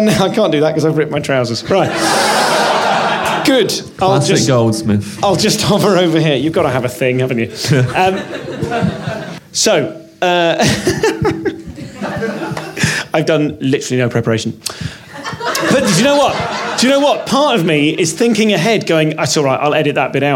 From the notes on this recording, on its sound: In this special episode recorded live after a 30min performance.